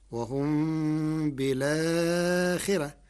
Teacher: قرأ ورش كلمة بالآخرة بنقل حركة الهمزة إلى الساكن قبلها مع حذف الهمزة فتصير وهم بالآخرة مع ترقيق الراء لكسر قبلها